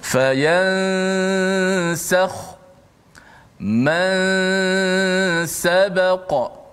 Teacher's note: nun tu dikekalkan pada gunnah khayshum saja